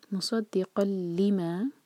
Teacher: تنوین کے بعد لام، ادغام بغیر غنہ کا. مصدقا لما، لما دو لیٹر کا، دو سلیبل والا ورڈ ہے تو لی پر زور دے کے پڑھیے گا.